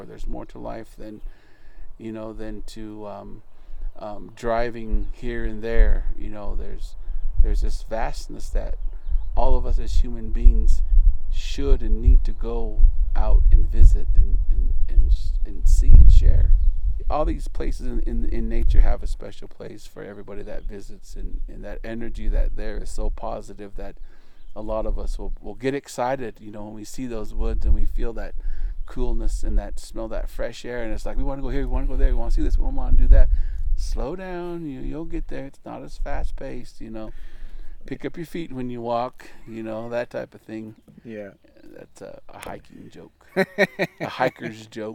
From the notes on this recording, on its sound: We recorded this episode sitting at a picnic table next to the rim of the Canyon, so you might hear some wind and other background noise.